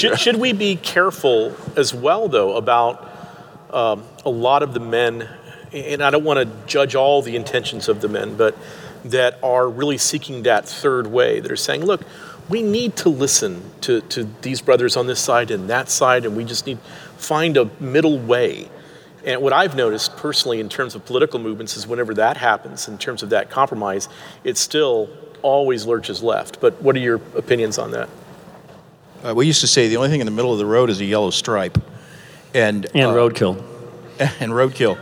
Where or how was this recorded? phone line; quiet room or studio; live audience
live audience